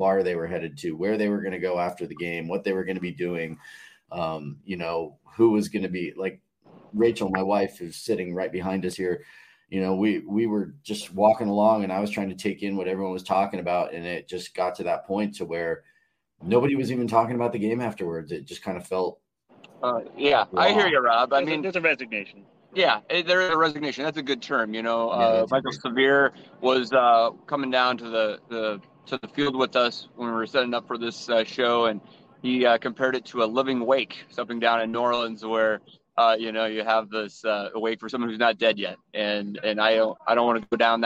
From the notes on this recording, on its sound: live from Memorial Stadium after the game